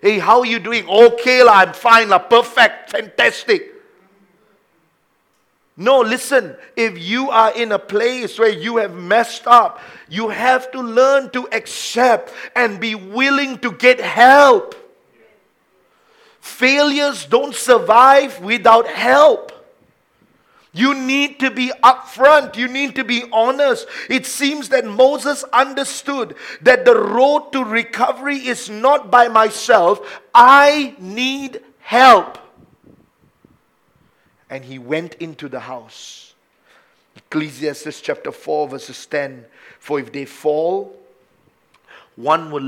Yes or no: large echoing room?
yes